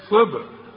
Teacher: صاد مكسورة، مش تقولها لي بين الصاد والسين